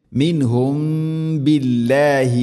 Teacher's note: സുക്കൂനുള്ള മീമിന് ശേഷം ബാഉ വന്നാൽ ഇഖ്ഫ ഷഫവി മണിച്ചുകൊണ്ട് ഉച്ചരിക്കണം.